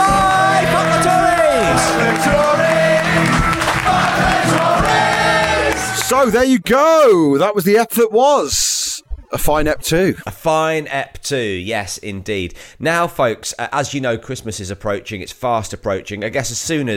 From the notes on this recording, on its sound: Recorded live at The Phoenix in Cavendish Square.